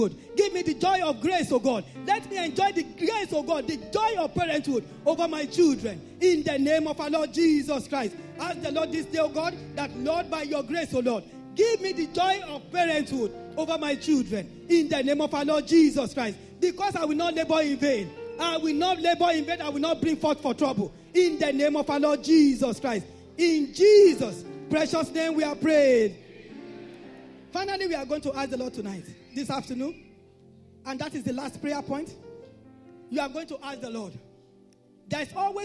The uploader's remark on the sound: This Sunday Service message.